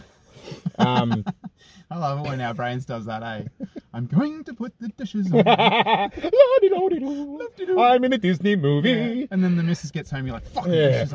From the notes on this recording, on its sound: What started off as a failed attempt to record in an abandoned house, quickly turned to a dry river bed. We had technical difficulties on the day of recording. Luckily had set up the good old phone to record some video footage for self-reflection purposes. Apologies if the audio quality isn't up to our usual standards. The windows went down in the car studio as the temperature began to rise.